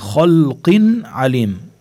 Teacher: عنا إظهار تنوين وبعده العين